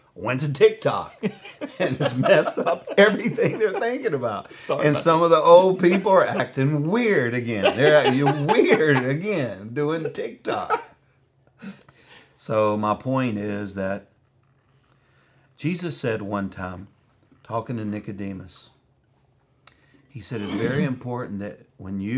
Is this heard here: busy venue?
no